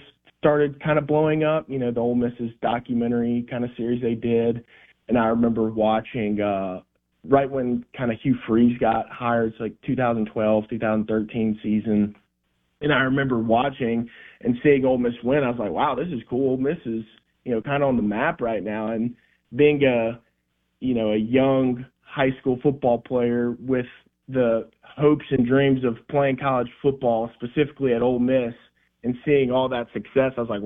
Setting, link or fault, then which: link, phone line